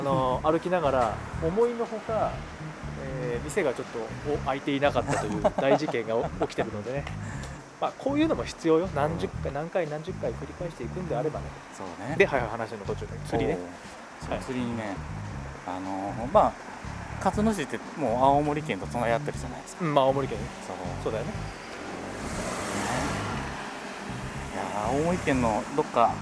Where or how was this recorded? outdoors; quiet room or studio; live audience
outdoors